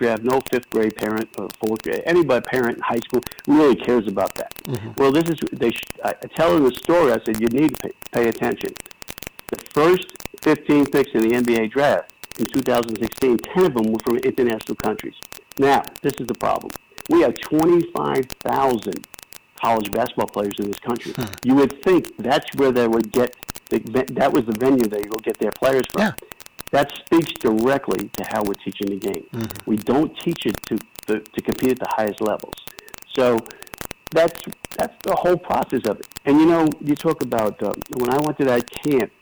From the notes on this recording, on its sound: A phone interview